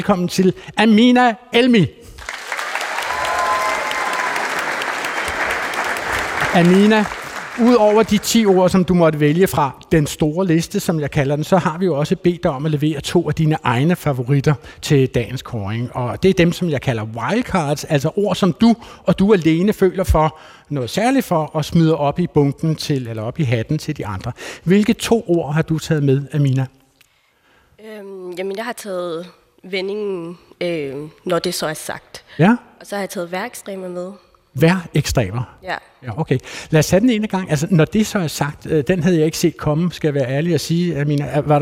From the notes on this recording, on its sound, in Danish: Årets Ord kåres live foran 300 gymnasieelever i Frederikssund.